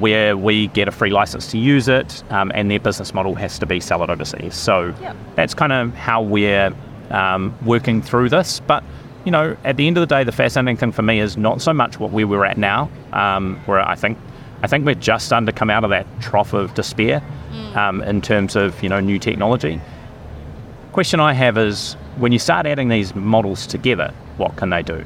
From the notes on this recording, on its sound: recorded at Victorian Healthcare Week 2023